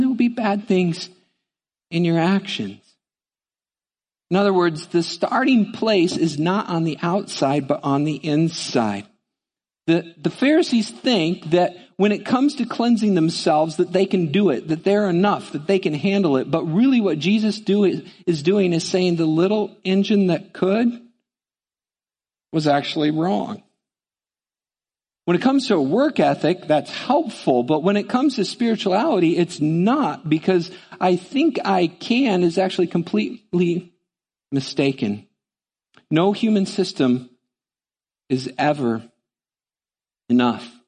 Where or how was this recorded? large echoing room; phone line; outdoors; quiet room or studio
large echoing room